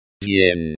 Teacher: pronounced with a soft D sound, which is similar to the D in day, but with a slight Y sound after it